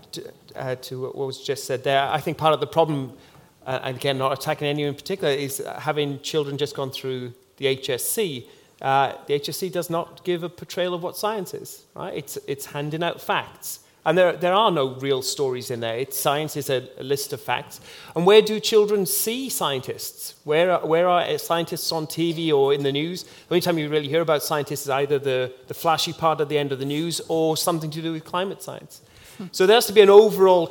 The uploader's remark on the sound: A Sydney Ideas event for Innovation Week held at the University of Sydney on Tuesday 31 July 2018. Audience Q&A: 56:51 - 1:22:50.